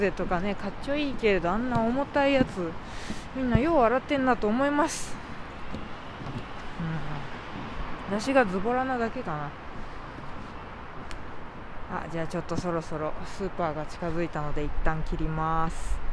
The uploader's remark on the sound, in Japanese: 帰り道に収録しました。